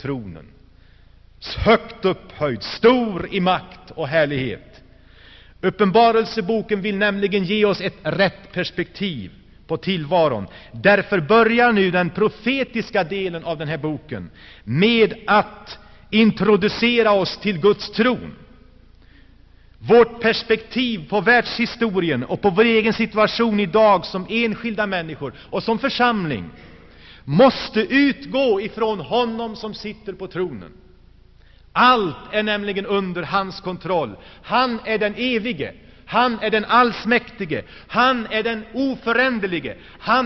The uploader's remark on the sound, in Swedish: Inspelad i Saronkyrkan, G&#246;teborg 1985-01-27.